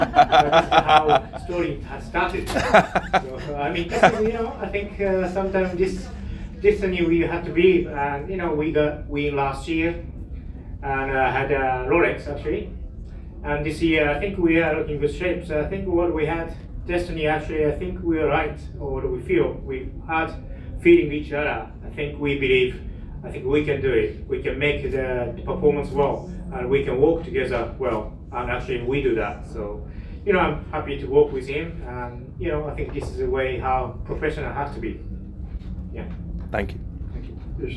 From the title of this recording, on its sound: Live from Daytona